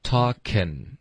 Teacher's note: 所以结尾就不用一个后鼻音了，我们就用一个顶舌尖的 n